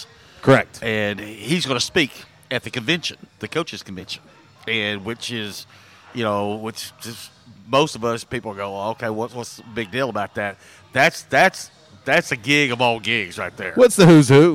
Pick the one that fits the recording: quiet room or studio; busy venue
busy venue